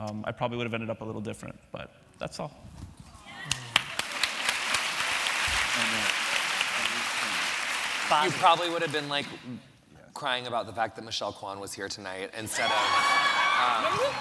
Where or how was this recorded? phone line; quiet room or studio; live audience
live audience